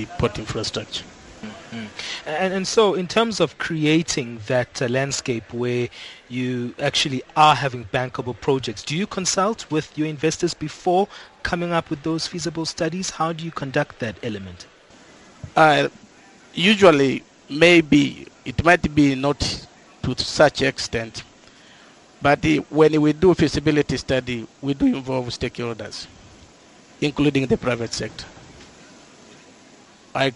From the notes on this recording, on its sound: We continue our live broadcasting at the Second Annual Public-Private Dialogue Forum On Infrastructure Projects to be held in Rosebank, Johannesburg South Africa